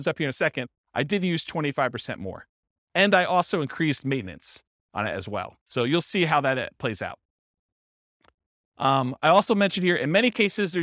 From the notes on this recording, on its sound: This was a live class recorded